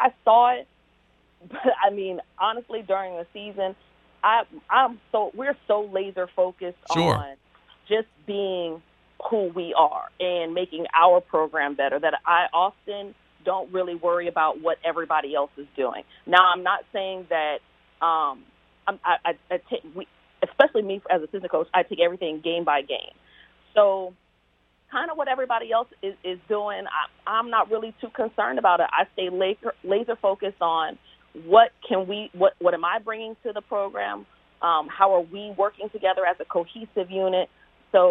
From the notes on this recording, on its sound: We are joined on the phones